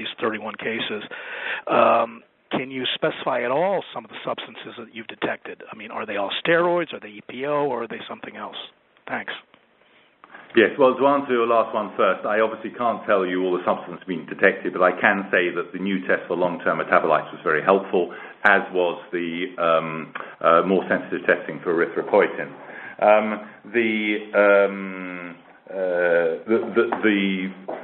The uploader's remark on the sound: IOC Conference Call